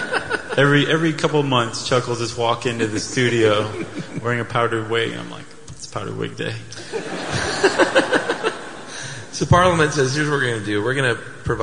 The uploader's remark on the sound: Stuff You Should Know Live in London